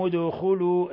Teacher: الدال مقلقلة لسكونها لأنها من حروف قطب جد